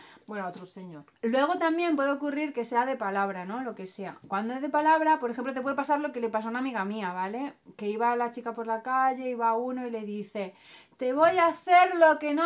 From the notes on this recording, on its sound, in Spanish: Vídeo grabado con móvil y editado en el teléfono con YouCut.